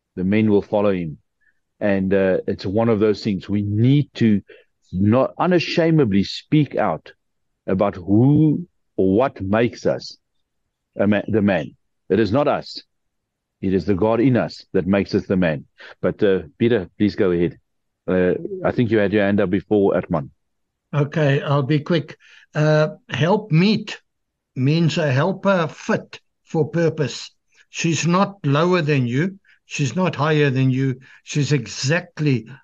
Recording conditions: video call